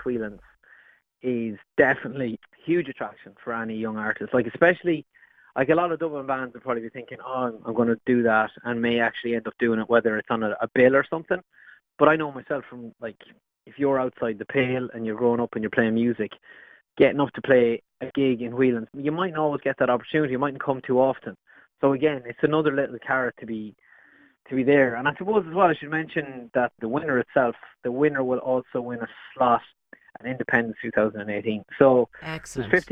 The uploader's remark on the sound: over the phone